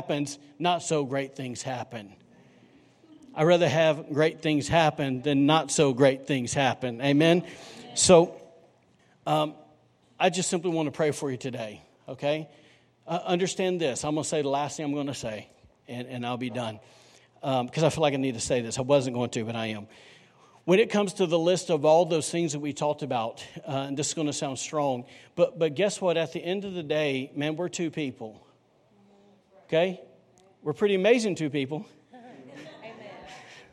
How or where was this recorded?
large echoing room